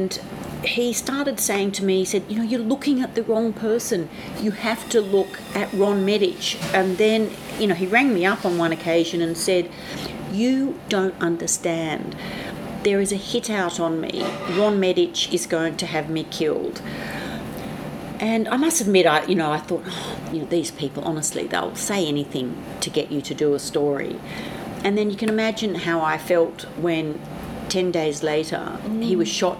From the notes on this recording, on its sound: We did this interview at a cafe in Paddington, Sydney just as Coronavirus was starting to change the face of the city.